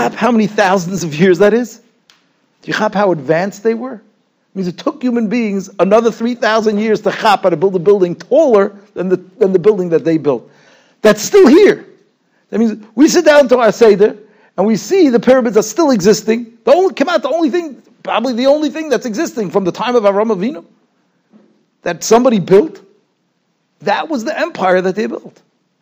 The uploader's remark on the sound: Shiur recorded in Yeshivas Ohr Reuven, Monsey, NY.